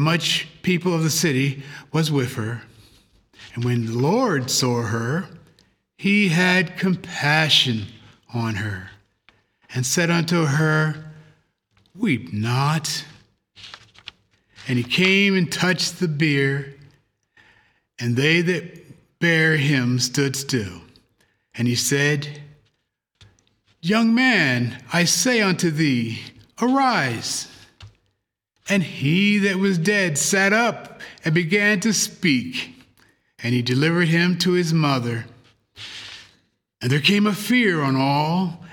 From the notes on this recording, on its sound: The Sunday service audio